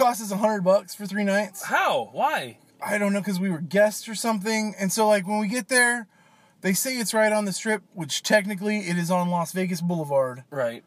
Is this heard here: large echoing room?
no